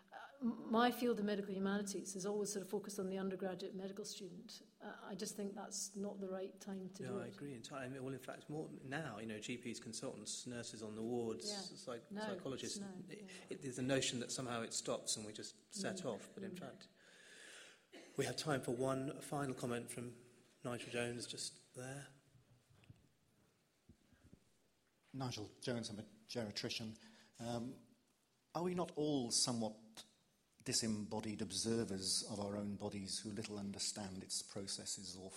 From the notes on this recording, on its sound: Questions from the audience